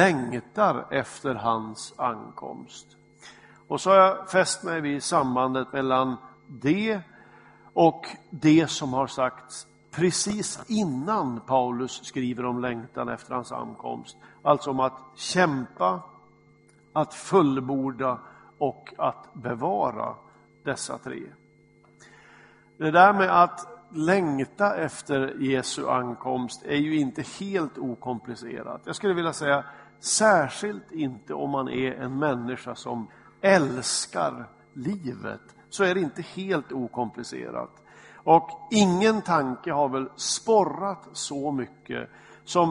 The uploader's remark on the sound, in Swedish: Inspelad i Smyrnakyrkan, Göteborg.